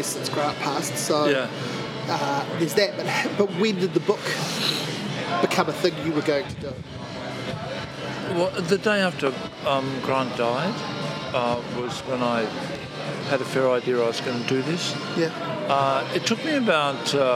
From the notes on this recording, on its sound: It's not the best sound-quality, there's a bit of wind